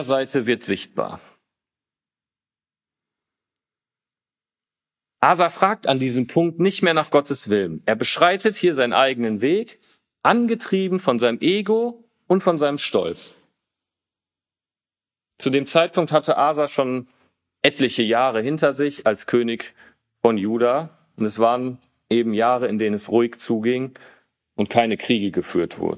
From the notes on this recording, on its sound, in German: Diese Predigt wurde im Bibel-Center Breckerfeld gehalten.